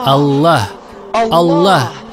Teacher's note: Она начинается с хамзы, которая произносится на уровне глубокой артикуляции в горле. И то, откуда исходит имя Аллах, является самой глубокой точкой или позицией в горле, откуда возможен выход человеческого голоса.